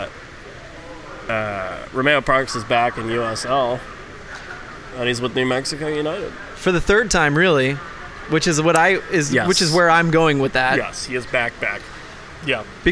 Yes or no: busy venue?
yes